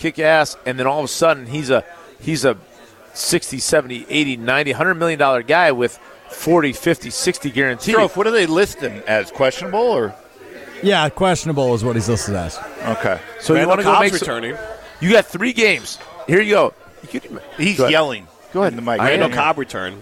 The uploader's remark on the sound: live from Daly's in Sun Prairie